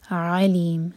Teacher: علیم عین حلق سے ورنہ میننگ بالکل بدل جائے گا